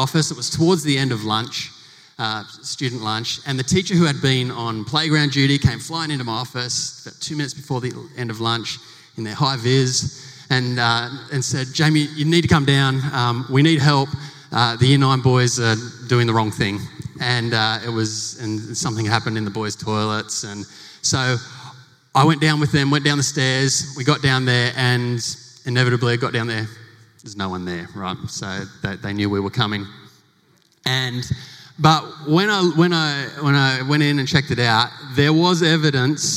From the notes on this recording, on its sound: Recorded live in front of 700 educators at the St Philip’s Christian College 2020 Big Day Out.